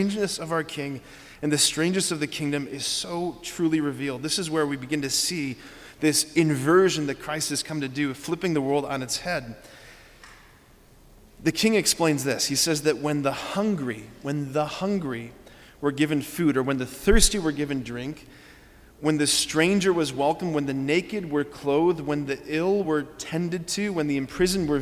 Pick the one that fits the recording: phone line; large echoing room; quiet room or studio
large echoing room